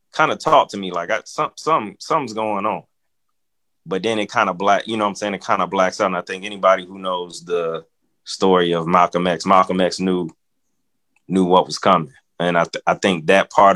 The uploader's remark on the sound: Zoom Conversation